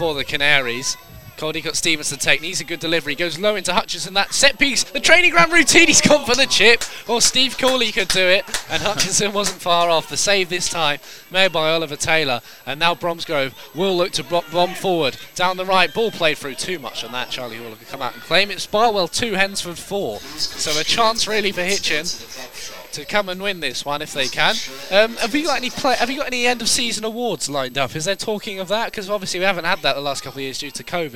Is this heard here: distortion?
no